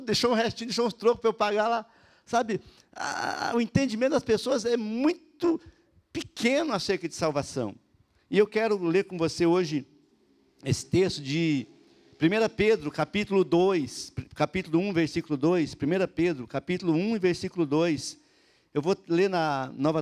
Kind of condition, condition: setting, large echoing room